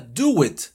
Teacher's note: Ese do it es do it, que es hazlo, do it. Pero cuando lo unes suena do it, como si estuviera una W · Term: intrusion